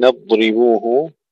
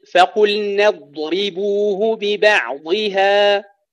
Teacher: فخم الضاد، فقل نضربوه، كانت مرققة قريبا